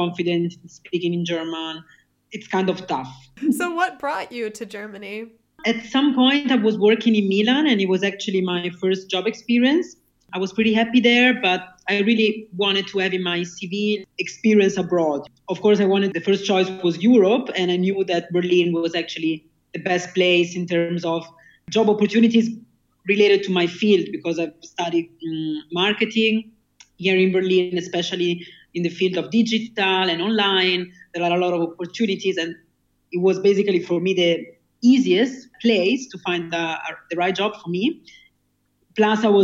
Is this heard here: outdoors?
no